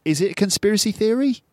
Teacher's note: Notice the upward intonation that I use on that question, which is designed, it's done with the intention of expressing surprise or doubt as well. Certainly surprise and doubt.